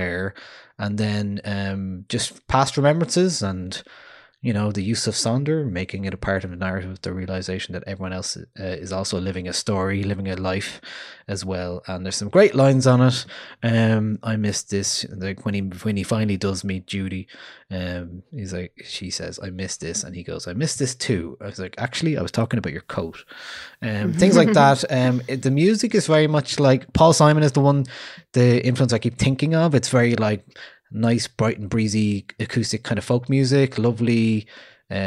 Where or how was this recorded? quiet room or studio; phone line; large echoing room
quiet room or studio